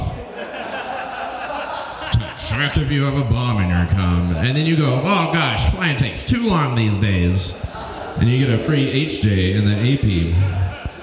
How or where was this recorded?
busy venue